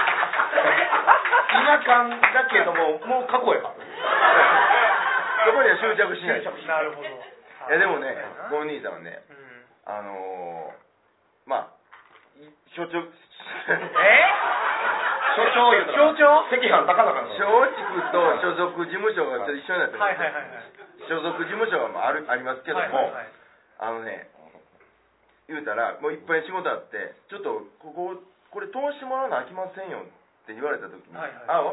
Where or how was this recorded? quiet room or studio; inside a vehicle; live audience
live audience